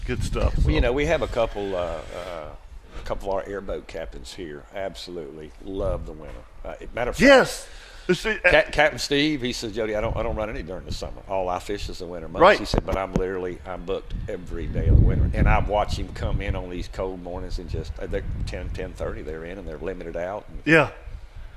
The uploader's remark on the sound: do the show live from Steinhatchee River Club!